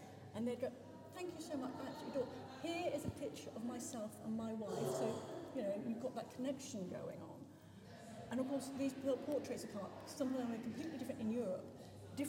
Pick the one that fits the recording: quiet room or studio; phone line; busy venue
busy venue